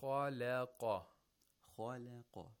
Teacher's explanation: Only the lam has تَرْقِيق. خَا and قَا، they have تَفْخِيم. And I think the thing that helps us to pronounce this is the lips, the shape of the lips. · Term: تَفْخِيم and تَرْقِيق